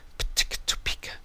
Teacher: Another way of looking at this is moving the sound from the front of the mouth to the middle of the mouth, to the back of the mouth, and back to the middle, front, and then the back · Term: voiceless plosives